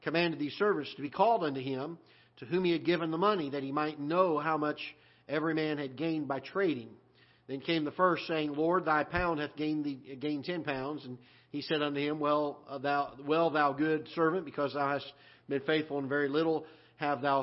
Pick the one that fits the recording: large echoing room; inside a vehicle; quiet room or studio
large echoing room